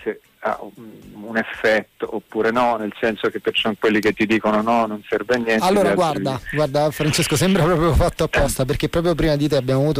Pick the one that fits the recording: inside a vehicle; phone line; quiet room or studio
phone line